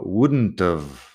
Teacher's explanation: Pronunciamos la T y la V y nada más. La L de would nunca se pronuncia.